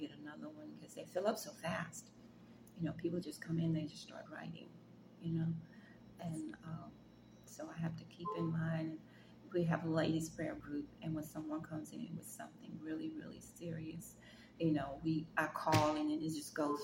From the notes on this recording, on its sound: This video has some background noise